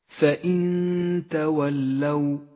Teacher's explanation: فإن تولوا حكم الإخفاء، النون الساكنة تخفى بحرف التاء مع بقاء غنة للنون بمقدار حركتين